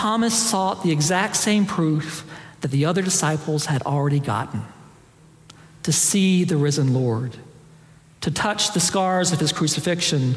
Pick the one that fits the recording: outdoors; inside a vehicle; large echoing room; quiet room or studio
large echoing room